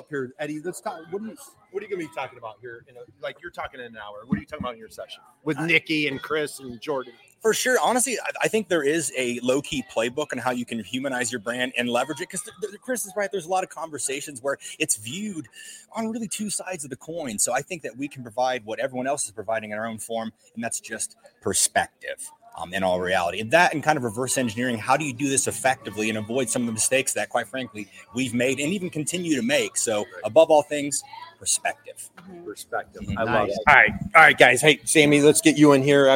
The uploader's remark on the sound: Live at the Industrial Marketing Summit 2024